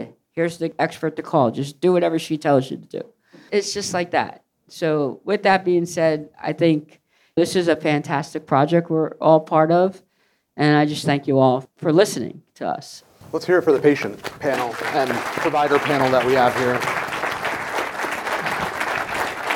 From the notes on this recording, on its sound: LIVE in New Orleans. We're LIVE from New Orleans, Louisiana! Listen to our live podcast panel featuring members of the sickle cell, pyruvate kinase deficiency, and thalassemia communities and leading KOL's in each field.